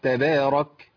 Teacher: الراء هنا محركه بايه؟ بفتح، يبقى فخمها